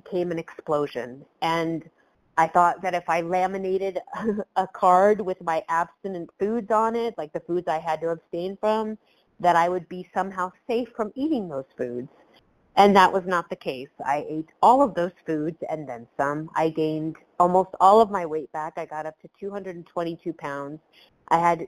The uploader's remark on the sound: Phone Meeting, 1/16/23. 100 Pounders Phone Meeting.